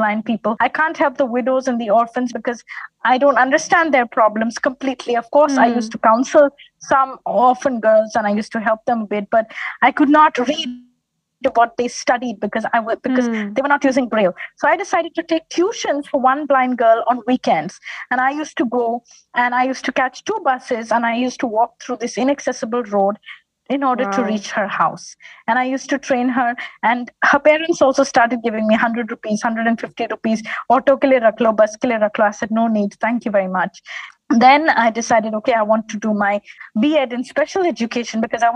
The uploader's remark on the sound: This episode was recorded over zoom.